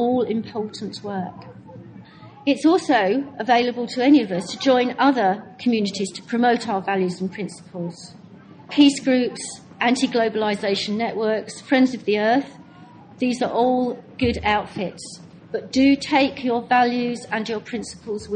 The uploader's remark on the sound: given at the Buddhafield Festival, Devon, 2007.